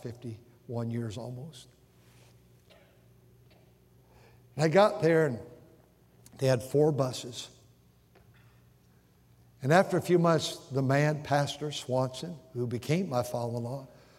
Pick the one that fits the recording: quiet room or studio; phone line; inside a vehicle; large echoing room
large echoing room